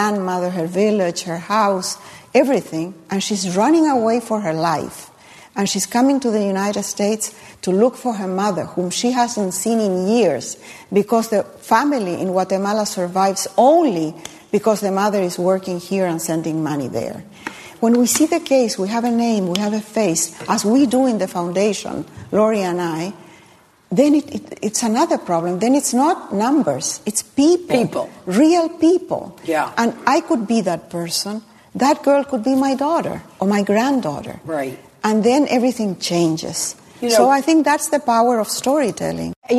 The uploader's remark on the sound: at a live event hosted by RJ Julia